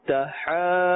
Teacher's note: dhad is part of the huruf musta'aliya, and so we must pronounce it with a thick tone